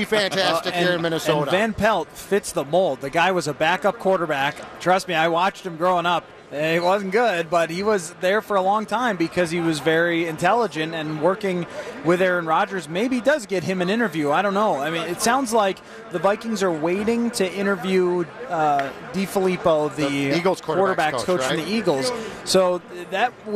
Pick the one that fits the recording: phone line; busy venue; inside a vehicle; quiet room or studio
busy venue